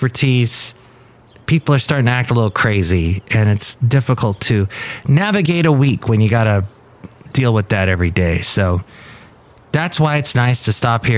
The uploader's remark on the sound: podcasts live from Café Anyway